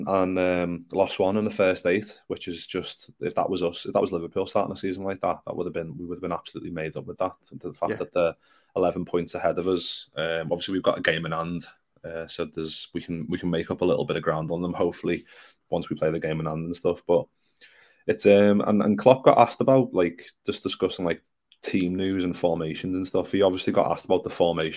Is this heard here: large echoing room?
no